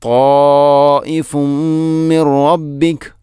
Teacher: പൂർണ്ണമായിട്ടും തൻവീനിനെ മീമിലേക്ക് കൂട്ടി ലയിപ്പിക്കണം · Term: ഇദ്ഗാം കാമിൽ